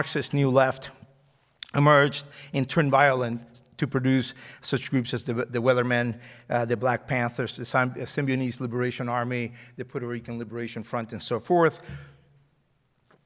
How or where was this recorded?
live audience